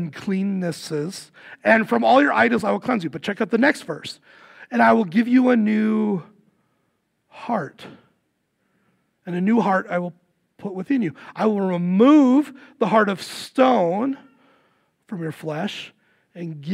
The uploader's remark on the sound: Recorded live at Word of Life Church in Le Sueur, Minnesota, on January 14, 2024. Powered by Restream (Bensound Royality Free background music).